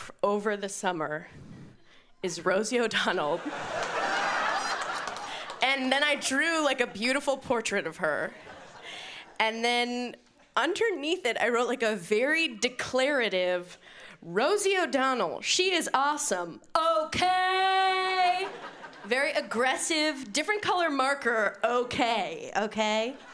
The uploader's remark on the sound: Brings her comedy to the Montreal Festival.